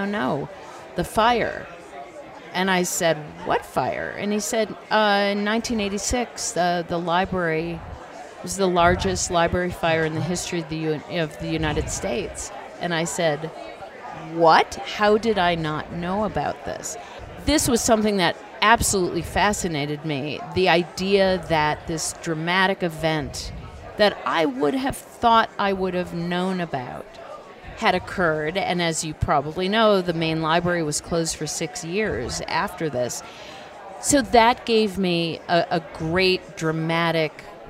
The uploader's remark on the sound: Both conversations are held at the Aspen Ideas Festival, where all of our guests are presenting.